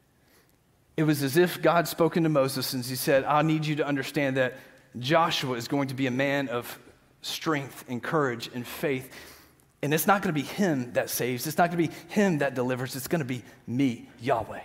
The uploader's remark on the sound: Green Hill Church Live - Second Service